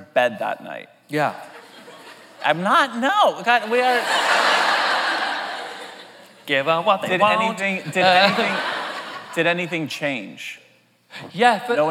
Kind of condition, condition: setting, live audience